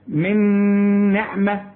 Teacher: الإدغام الكامل بغنة تكون على النون عليها الشدة